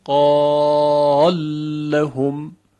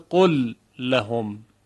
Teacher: در این مثال قال لام اول که مدغم هست متحرک است و ادغام انجام میشه · Shown in: first take · قال لهم، لام در لام ادغام میشه، اینو میگن ادغام کبیر.